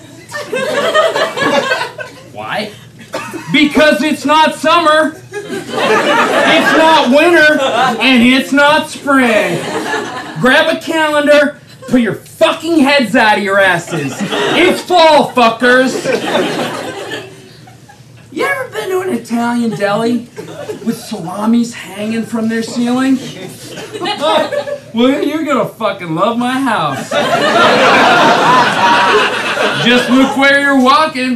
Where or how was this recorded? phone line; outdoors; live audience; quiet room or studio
live audience